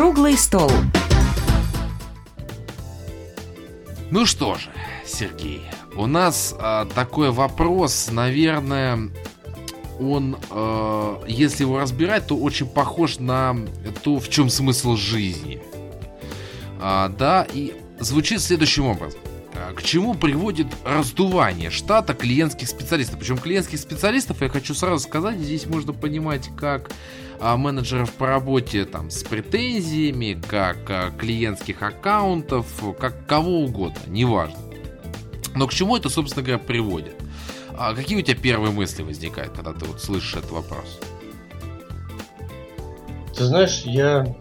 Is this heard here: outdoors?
no